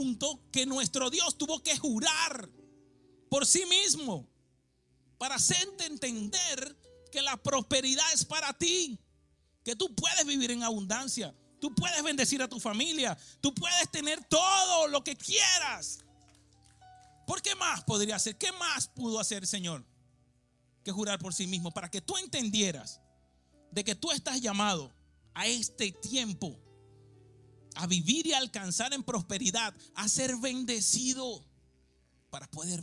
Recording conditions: large echoing room